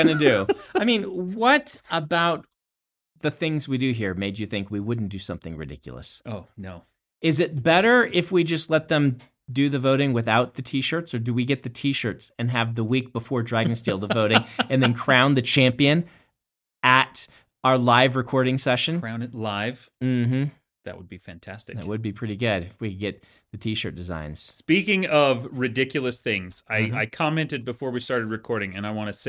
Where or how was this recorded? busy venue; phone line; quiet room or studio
quiet room or studio